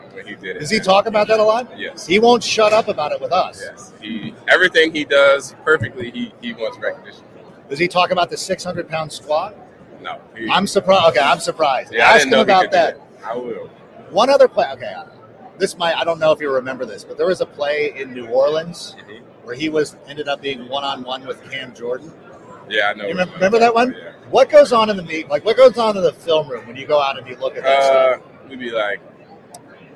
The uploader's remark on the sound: Live From Super Bowl LVIII